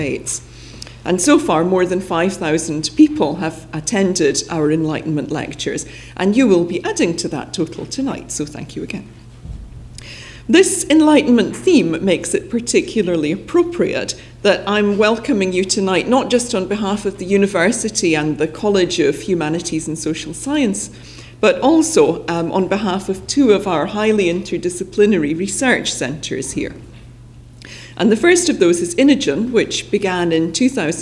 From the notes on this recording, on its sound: Recorded on 12 June 2008 at the University of Edinburgh's George Square Lecture Theatre.